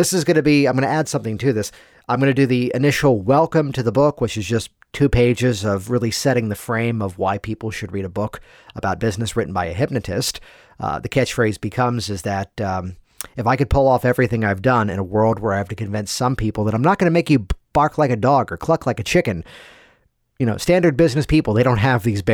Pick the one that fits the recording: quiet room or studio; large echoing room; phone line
quiet room or studio